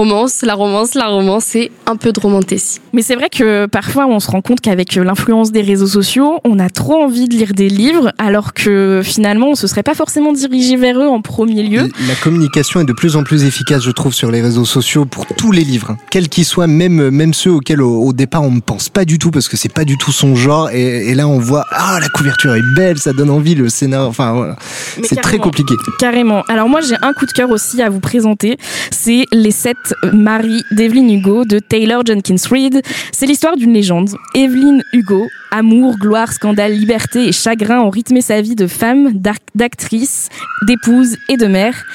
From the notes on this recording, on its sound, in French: nous nous sommes réunis pour un club de lecture exceptionnel en direct de la Bibliothèque Alexis de Tocqueville de Caen